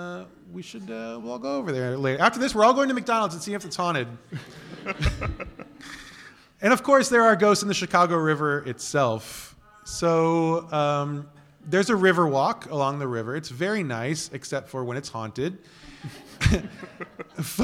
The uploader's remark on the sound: Live from C2E2 in Chicago. In our very first live show, we do all the things we set out to do, which was mainly to get one good, audible groan out of the audience. We also opened up the floor to hear ghost stories from the audience.